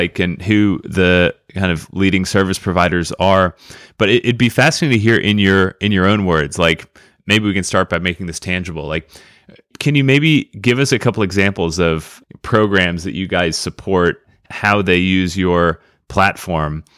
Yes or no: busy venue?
no